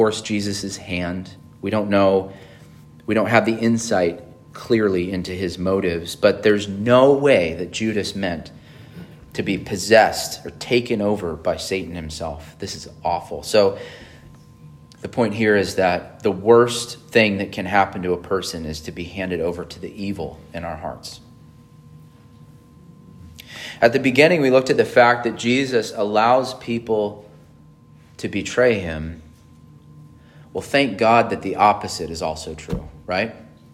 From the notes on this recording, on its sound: on June 25, 2023 at Emmanuel Baptist Church in Fallbrook, California